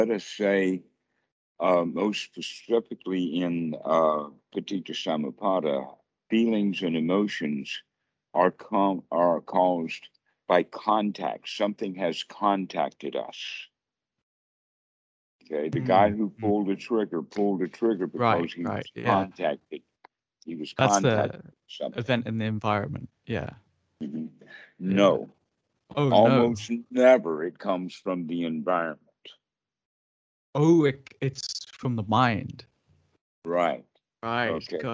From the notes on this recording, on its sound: skype calls on this channel